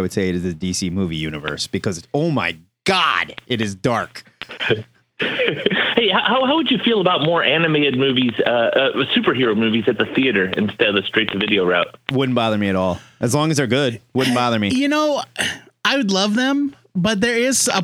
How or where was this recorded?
phone line